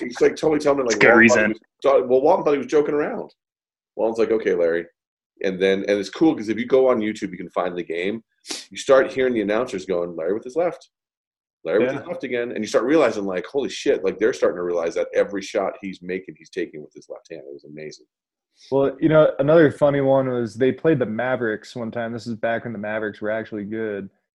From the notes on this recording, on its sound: We use the Zoom app to continue our Podcast while social distancing with our FULL crew on board.